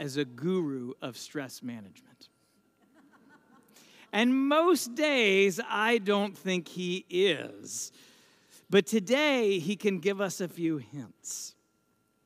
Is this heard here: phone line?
no